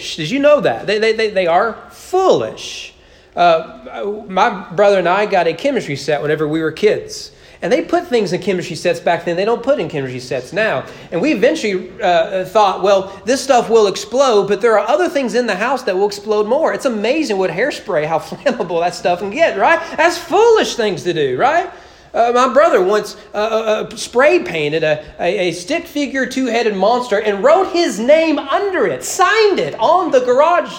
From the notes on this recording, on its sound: Sermon preached at East Frankfort Baptist Church on May 29, 2022 during morning worship.